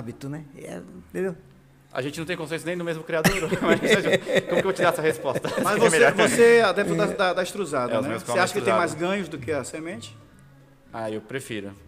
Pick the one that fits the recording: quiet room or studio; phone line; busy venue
busy venue